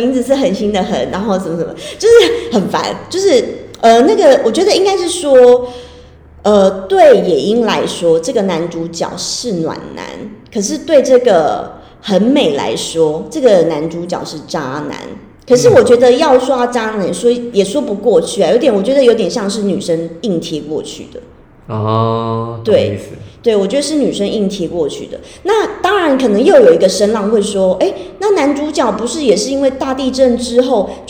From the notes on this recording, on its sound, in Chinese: 我現在上架才發現錄的時候回音有點重。